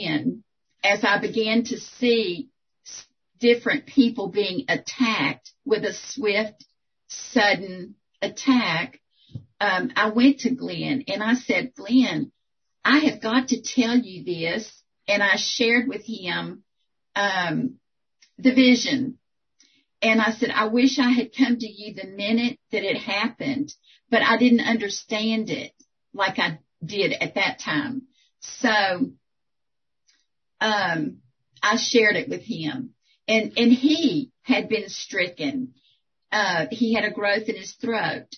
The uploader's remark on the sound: 2021 April Zoom Meeting